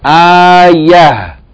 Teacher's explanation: Rather, we're going to pronounce the tarmabuta as an H with no vowel sound · Term: pause mode